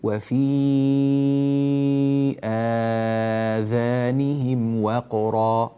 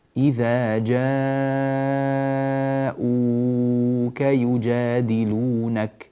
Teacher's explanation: المد الطويل 6 حركات مع المد المتوسط 4 حركات لابد أن يظهر كل منهما من الآخر بمعنى عندما يأتي عندي مد منفصل أو متصل وبعده مد بدل